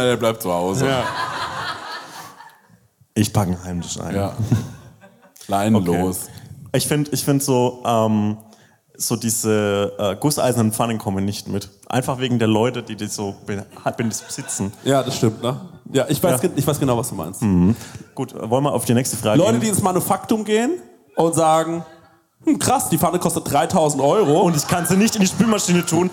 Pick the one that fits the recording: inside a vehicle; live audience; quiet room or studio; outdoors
live audience